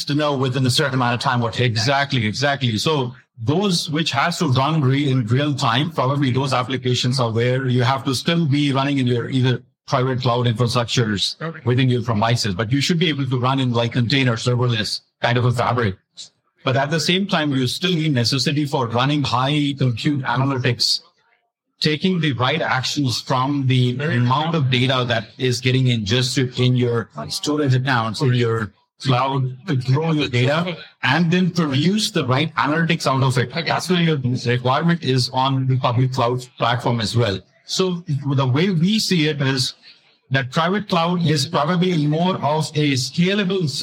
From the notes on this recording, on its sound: Recorded at Cisco Live '23. Recorded live at Cisco Live 2023.